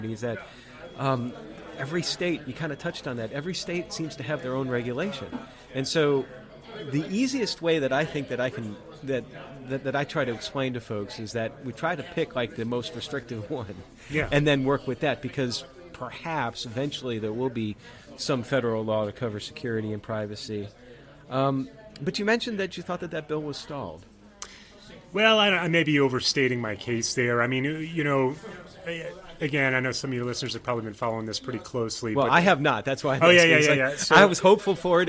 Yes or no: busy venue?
yes